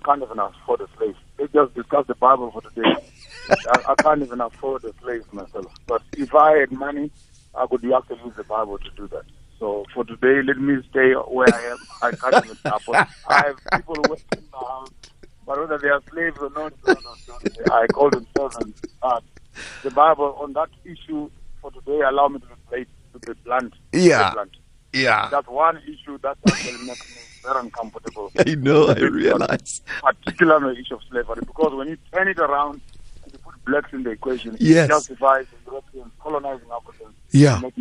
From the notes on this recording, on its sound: Guest on the phone